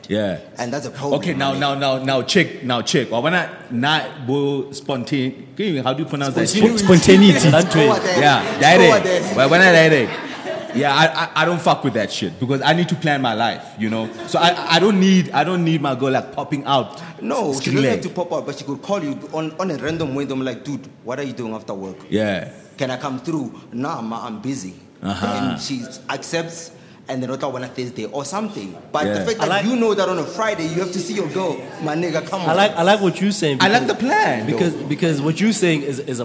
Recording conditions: live audience